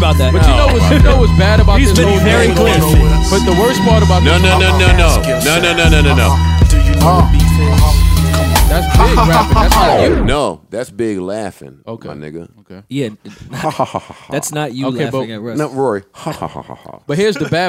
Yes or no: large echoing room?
no